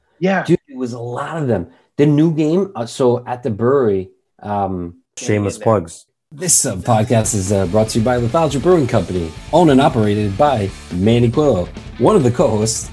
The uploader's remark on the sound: We recorded this on February 15th, 2021, on Zoom so there are some small sound discrepancies